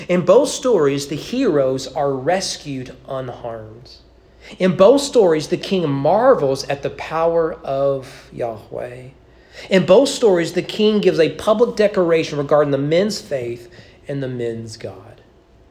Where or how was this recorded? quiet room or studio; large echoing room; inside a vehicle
large echoing room